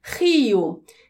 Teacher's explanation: Rio eu tenho aqui duas vogais, o I e o O, só que quando eu vou separar as sílabas dessa palavra, cada vogal fica em uma sílaba diferente. Por isso eu tenho um hiato aqui também.